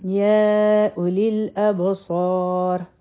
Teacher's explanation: په یا باندې منفصل مد دی، سلور حرکه به یې راکاږو